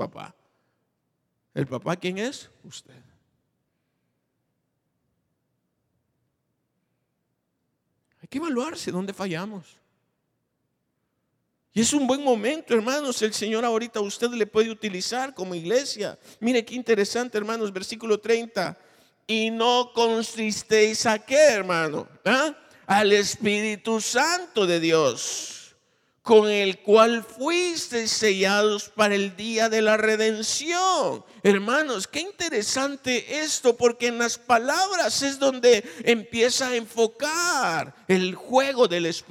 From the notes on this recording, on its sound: Recorded live. Grabado en Iglesia Genezareth.